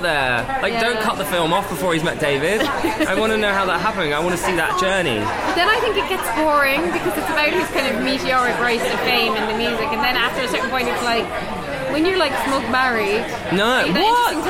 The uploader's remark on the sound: Apologies for the poor audio quality on this one, the bar was unexpectedly busy.